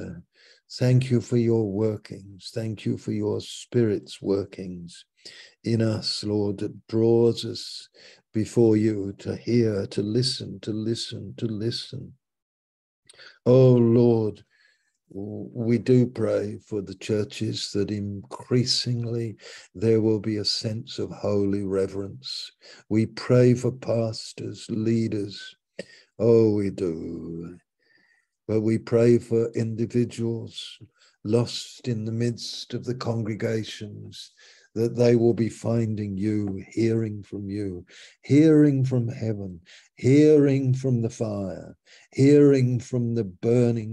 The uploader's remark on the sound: Malaysia Meets (Zoom).